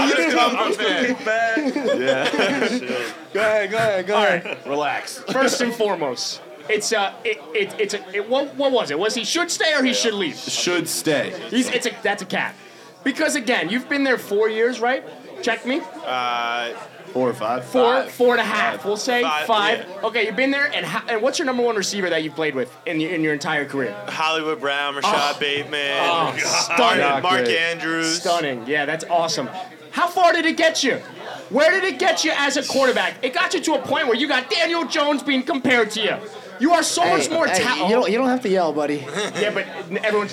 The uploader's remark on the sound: LIVE FROM OVERLOOK NYC. The Caps Off crew hit the bar in NYC for a live podcast.